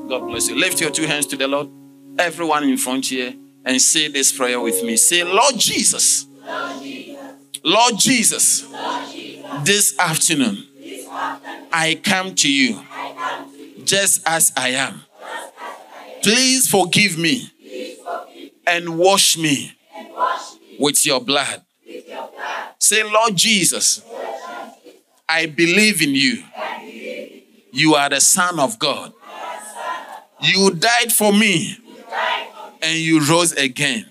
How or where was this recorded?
large echoing room